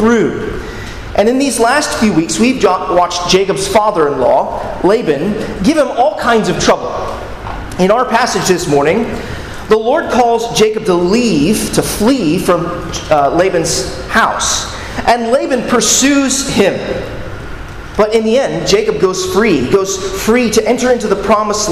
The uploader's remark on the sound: at Arlington Baptist Church in Arlington, Virginia